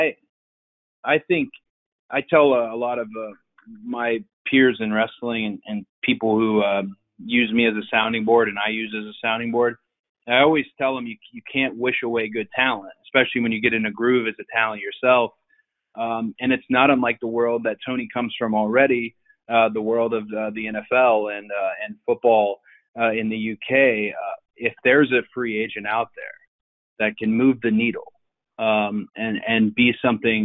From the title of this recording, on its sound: Media Conference Call